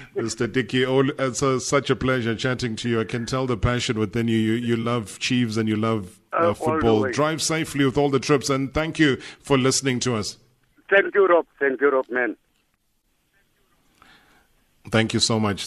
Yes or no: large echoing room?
no